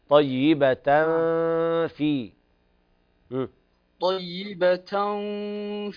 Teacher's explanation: الفاء مرققة والغنة ترقق عندها